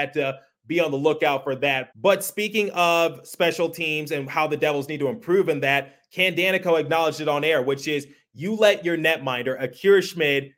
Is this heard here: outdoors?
no